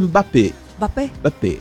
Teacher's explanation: O M não se pronuncia.